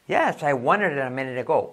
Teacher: Te puedes comer la T.